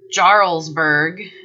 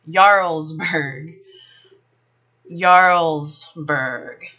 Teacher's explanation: As in German, the J in Norwegian and Swedish produces a Y sound. · Shown in: second take · So it's not Jarlsberg, it's Jarlsberg.